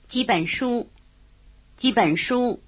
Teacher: When the bound word 几 has a tone, it means how many. When it's toneless, it means a few.